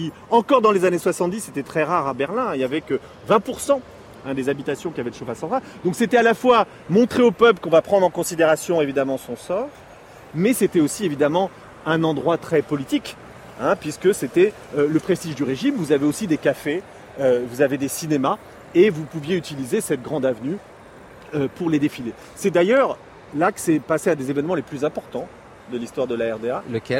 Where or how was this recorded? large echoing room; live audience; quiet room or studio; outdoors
outdoors